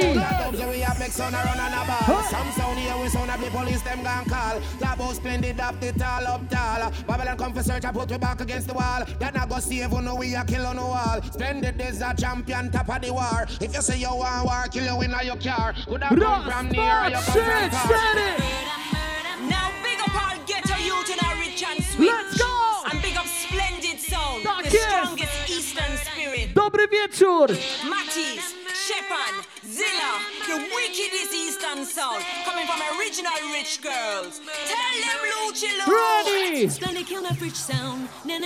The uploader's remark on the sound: 1hr live set from party called Rehabilidancehall in Gliwice, PL.